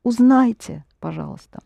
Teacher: It's a short E, the same letter, but it's so short, it sounds Y, hardly heard.